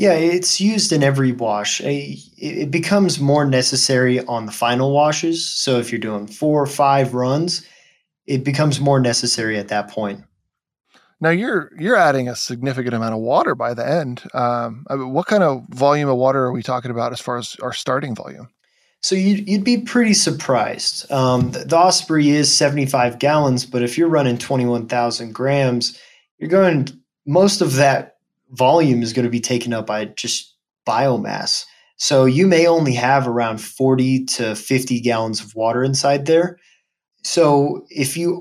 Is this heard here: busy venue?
no